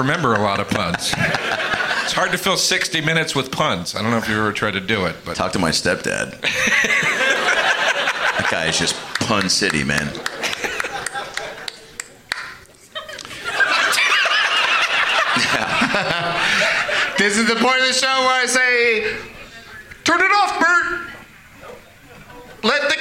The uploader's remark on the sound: Live from Hyena's Comedy Club in Dallas